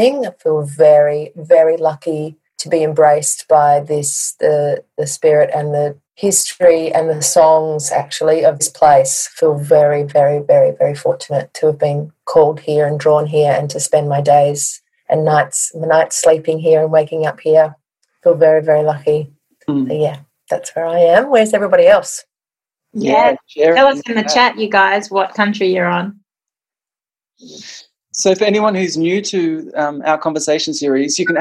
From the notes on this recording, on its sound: joined us in the Zoom room this week